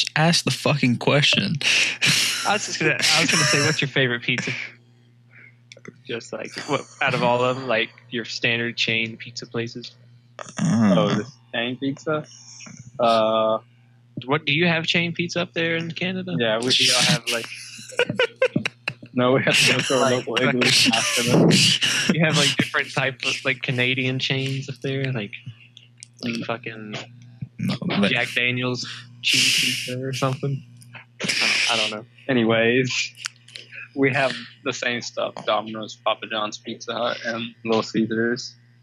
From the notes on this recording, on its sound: The Audio Quality will get better as we progress so enjoy this mediocre episode!